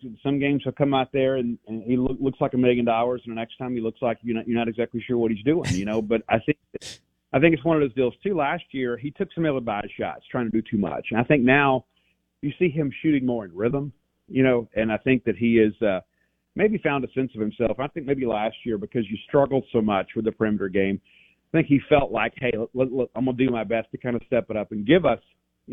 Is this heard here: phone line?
yes